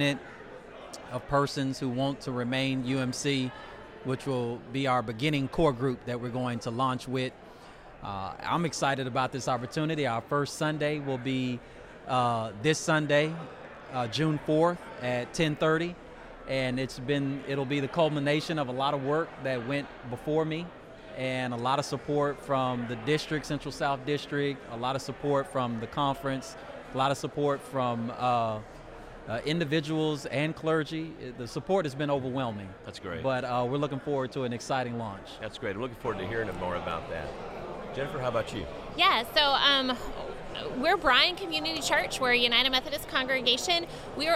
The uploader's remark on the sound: This week we are recording at the Texas Annual Conference and we are joined by 3 pastors who are planting new churches!